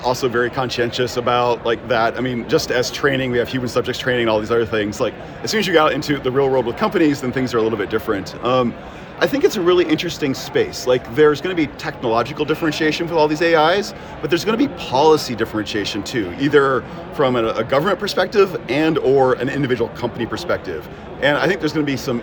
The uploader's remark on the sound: From the CHI2023 Human Computer Interaction conference in Hamburg, I chat in-person with five attendees. In the first of two episodes from the CHI2023 Human Computer Interaction conference in Hamburg, I chat in-person with five attendees.